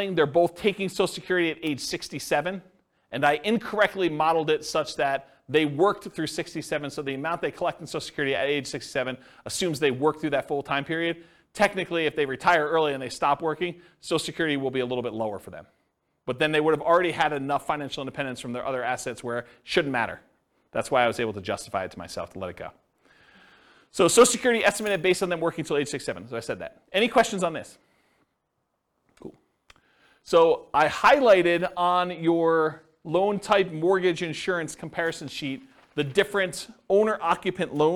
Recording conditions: live audience